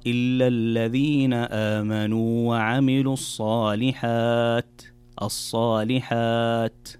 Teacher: الوقوف على حرف التاء يكون بهمس وليس بقلقلة أو بإطباق التاء فتختفي كأنها تختفي تماما، فتقرأ إلا الذين آمنوا وعملوا الصالحات.